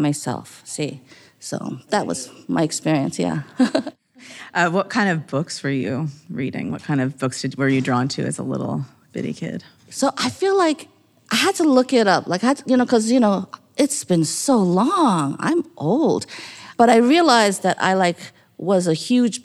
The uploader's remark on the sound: a live conversation at the 2023 American Libraries Association LibLearnX conference in New Orleans